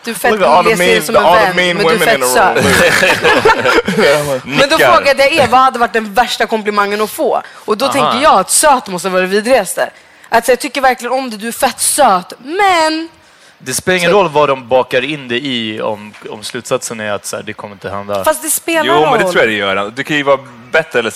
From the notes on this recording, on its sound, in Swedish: Live på Kulturhuset